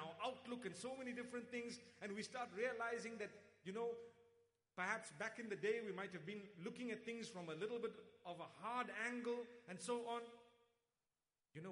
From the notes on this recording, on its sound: Lecture. In Dubai at Zayed Bin Mohammed Family Gathering on Jan 19th, 2018.